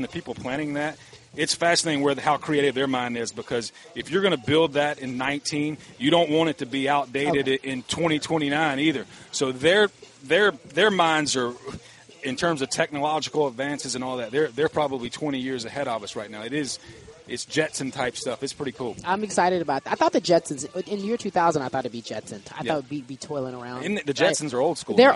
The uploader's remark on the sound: Live From Rams Camp